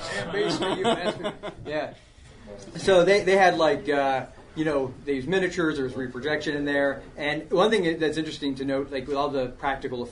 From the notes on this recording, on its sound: PariahCon 2012 Panel. A convention held in central Florida.